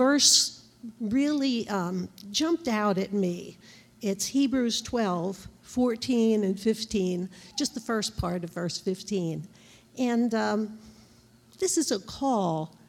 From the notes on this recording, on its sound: This JAT was recorded live on February 6th, 2022 at Newark United Pentecostal Church.